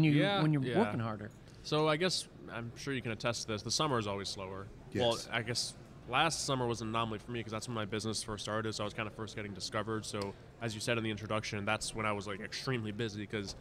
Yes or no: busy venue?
yes